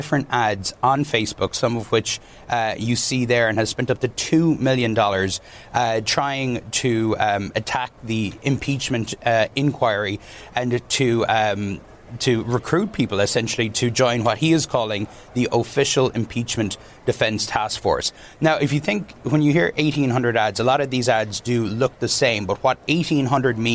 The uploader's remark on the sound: live from the New York Stock Exchange